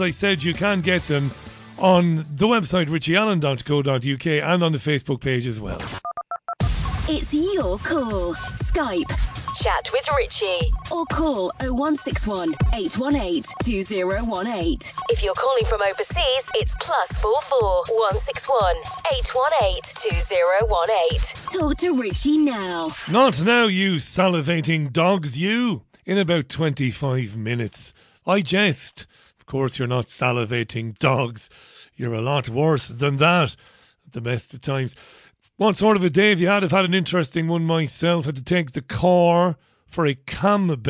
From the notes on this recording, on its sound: The Global Phone-In. Took calls from listeners who shared their own experiences and tips on all things prepping.